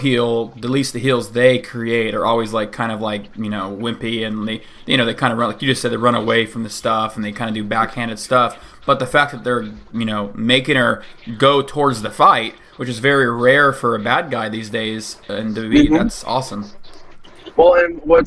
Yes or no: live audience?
no